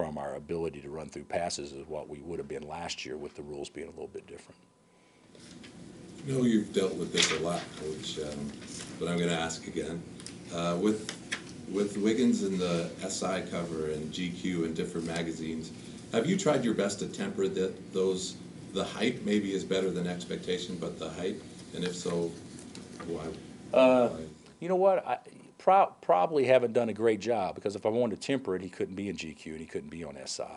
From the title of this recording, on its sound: Press Conferences & Post-Game Interviews